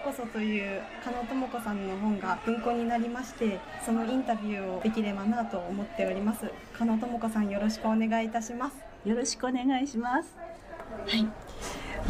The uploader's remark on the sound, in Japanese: 屋外のカフェで収録しているため、聞き辛い箇所がございます。